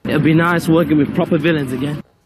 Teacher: None of those vowels really hit their targets.